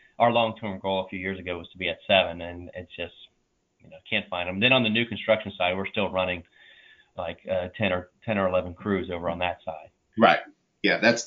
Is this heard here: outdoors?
no